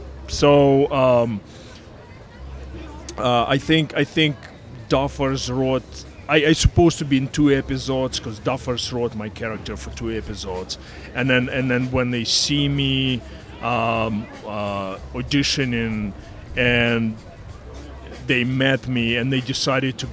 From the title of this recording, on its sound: Live” From Bakersfield Comic-Con 2023